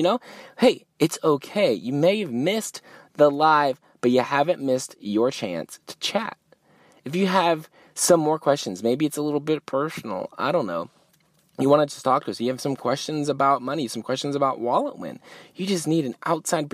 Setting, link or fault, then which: setting, inside a vehicle